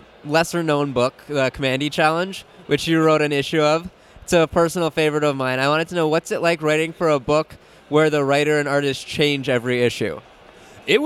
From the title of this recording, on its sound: Interview at Five Points Festival 2017